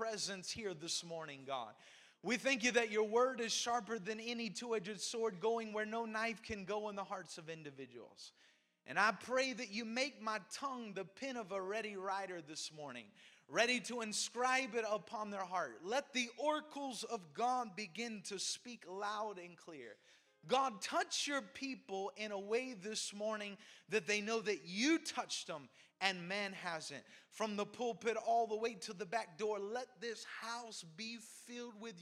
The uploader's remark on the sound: Preached at Cornerstone Church in Salisbury, NC